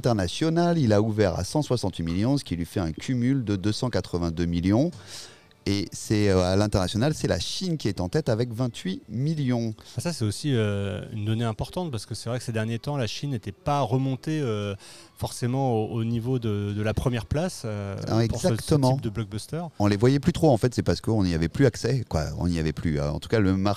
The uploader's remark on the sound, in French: Episode enregistré au cinéma Les 7 Batignolles le mardi 9 mai 2023